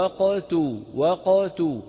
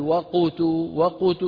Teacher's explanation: ننطق القاف ساكنة مقلقلة ثم نضم الشفتين · Shown in: first take